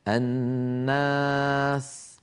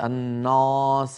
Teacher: من السماء، ولا نقول من السماء، لا تفخم الألف أبدا. الناس، أيضا الألف بعد النون مرققة لأن النون مرققة · Shown in: first take · ولا نقول الناس، هذا لا يصح أبدا.